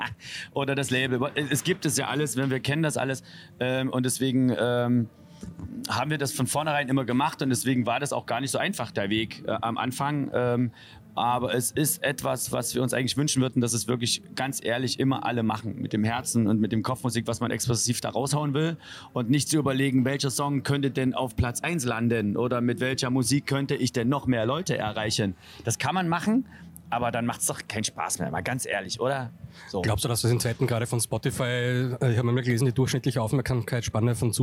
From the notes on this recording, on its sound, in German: Unserem Interview mit den beiden am diesjährigen Maifeld Derby Festival. Maifeld Derby Festival 2022. Unter der wunderbaren Atmosphäre der Reitertribühne nahmen sich die beiden Zeit.